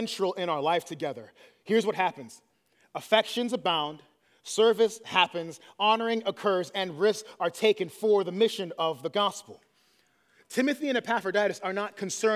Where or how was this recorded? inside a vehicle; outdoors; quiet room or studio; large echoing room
large echoing room